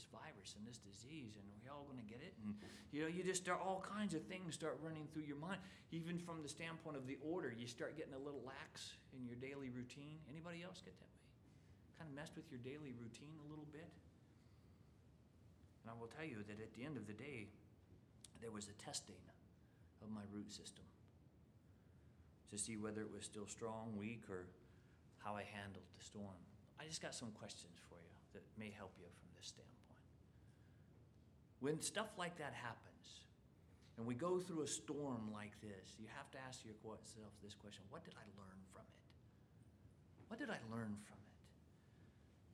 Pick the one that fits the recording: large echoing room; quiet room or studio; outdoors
large echoing room